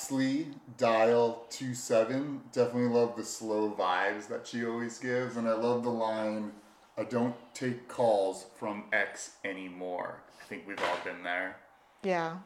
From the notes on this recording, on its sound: Still working through the kinks of the sound, what we got is what we got.